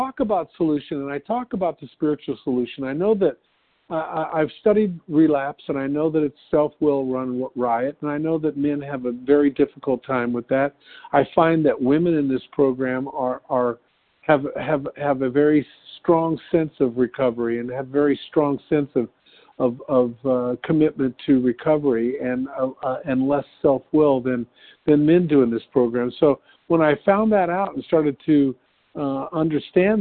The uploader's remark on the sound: from the 100 Pounders Phone Meeting on 11/5/20